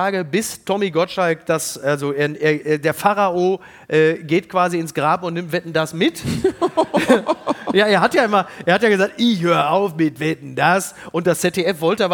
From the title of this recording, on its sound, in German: live aus Köln